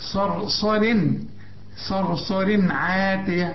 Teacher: شوف يا ريتك تتعلم الحروف، شوف بريح صرصر عاتية، صرصر الصاد مفخمة، الراء الأولى مفخمة لأن قبلها مفتوح، الراء الثانية ترقق عند الوصل إنما تفخم عند الوقف لأن قبلها مفتوح